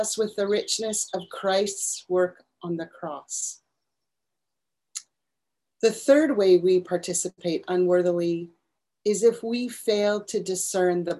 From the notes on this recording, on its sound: For our zoom gathering this week